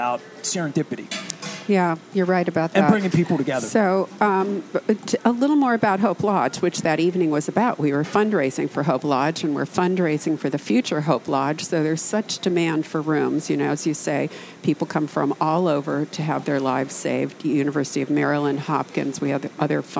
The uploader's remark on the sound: at Faidley's Seafood in Lexington Market